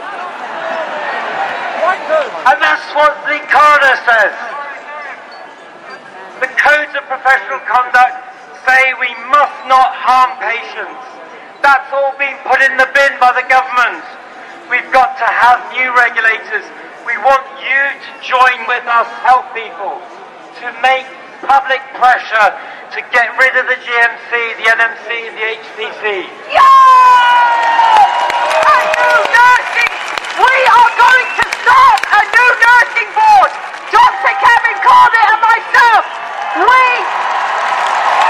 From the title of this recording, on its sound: Live From Trafalgar Square, London: Unite For Freedom Mass Protest & March